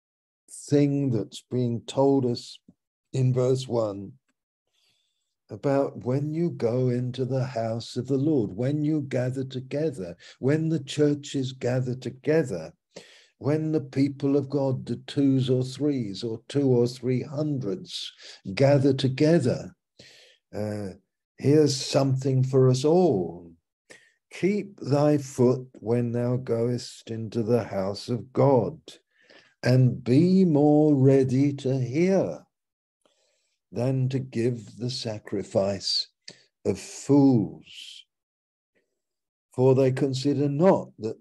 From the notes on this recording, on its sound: Malaysia Meets (Zoom).